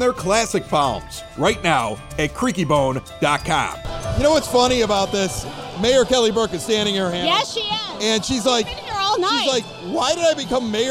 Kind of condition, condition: setting, busy venue